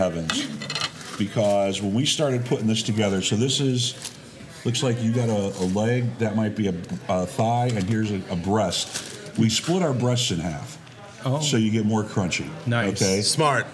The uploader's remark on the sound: Live from the Peak Honky Tonk Saloon